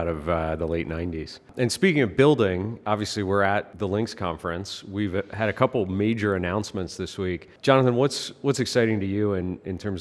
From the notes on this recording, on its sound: live from New York City at Chainalysis Links Conference